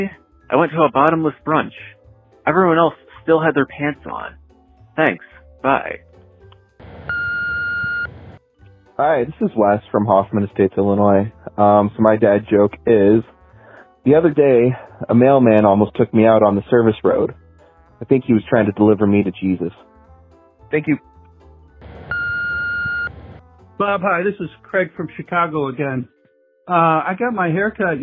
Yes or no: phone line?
yes